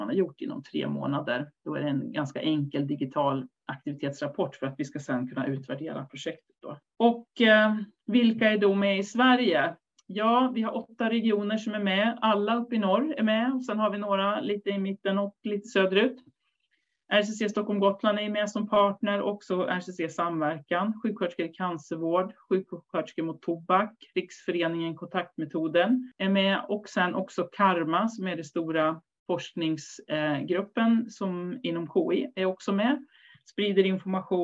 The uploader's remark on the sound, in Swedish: Ljudinspelningen från SOF:s webbinarium.